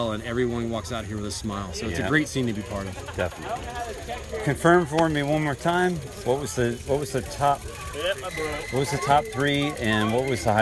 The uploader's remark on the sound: Spontaneous podcast recording can be difficult when trying to cover a lot of mini-interviews. In between the interviews during the comp I recorded the atmosphere during the event to give you all the sounds of riding with fans shouting their approval.